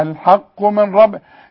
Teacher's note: نون بعدها راء لا تزن ولا تغن ولا تعمل اي حاجة